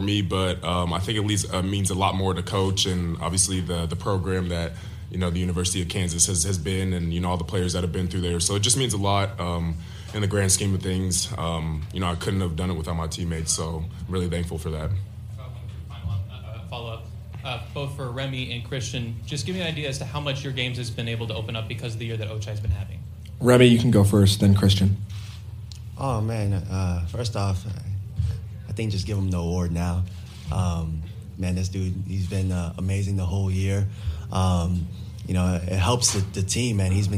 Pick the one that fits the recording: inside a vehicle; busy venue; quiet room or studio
busy venue